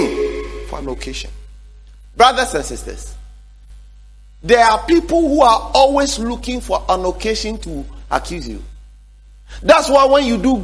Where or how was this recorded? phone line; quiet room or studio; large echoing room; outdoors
large echoing room